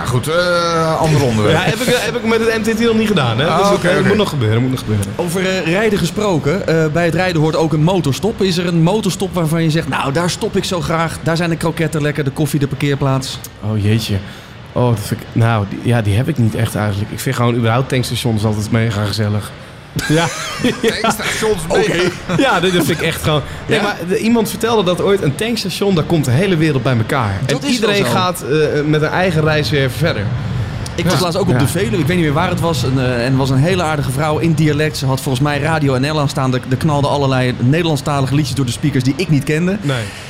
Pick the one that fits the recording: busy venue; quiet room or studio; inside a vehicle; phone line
busy venue